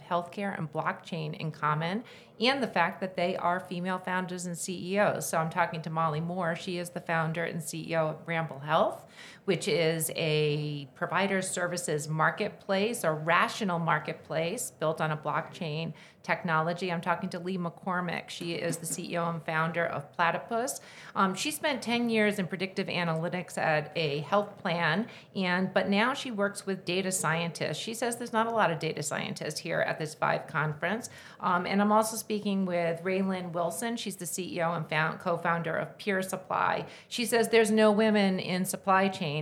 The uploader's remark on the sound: At the Vive 2023 conference I had the opportunity to speak with three CEOs and Founders